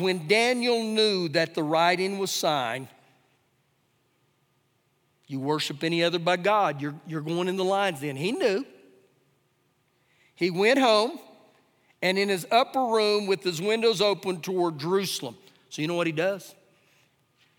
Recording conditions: large echoing room